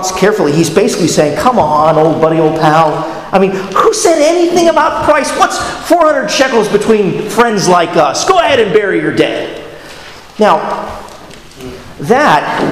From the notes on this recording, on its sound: at Arlington Baptist Church in Arlington, Virginia